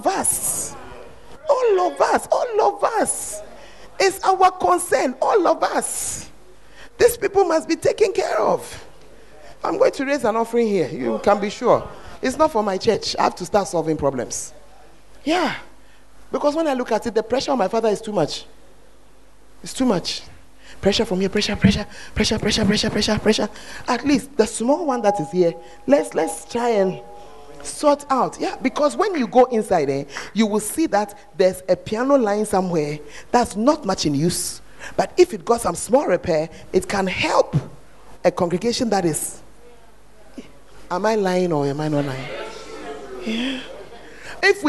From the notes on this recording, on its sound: Preached At The 100s and 200s Camp